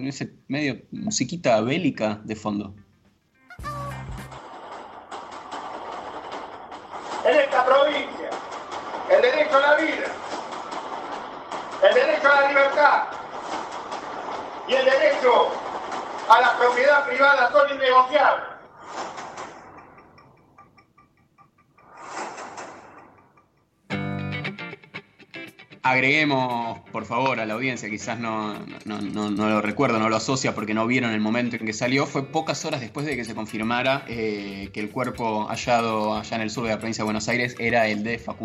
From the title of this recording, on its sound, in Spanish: en vivo desde Guernica